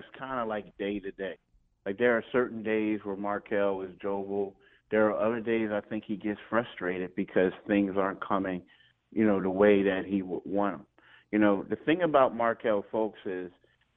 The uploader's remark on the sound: called in to start the show from Spring Training